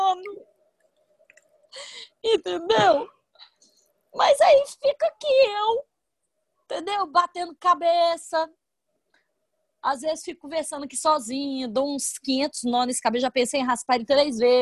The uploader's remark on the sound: Online via Zoom